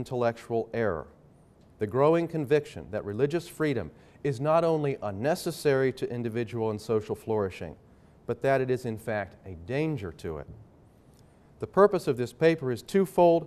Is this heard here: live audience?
yes